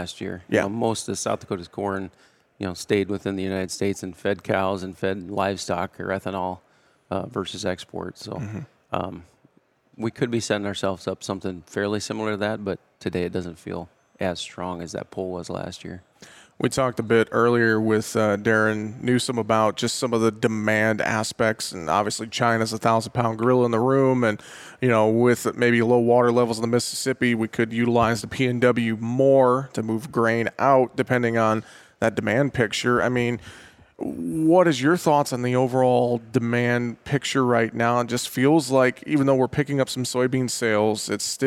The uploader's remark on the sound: we are broadcasting live from Barchart's Grain Merchandising and Technology Conference in Nashville, TN.